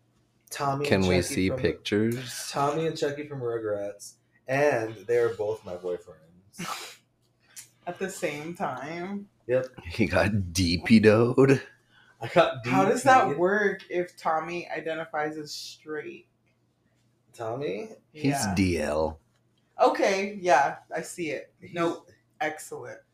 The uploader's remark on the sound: this episode was filmed in the back rooms at 2am….so please excuse the way it sounds.